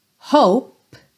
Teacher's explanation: olha como o som termina no P e esse E é completamente mudo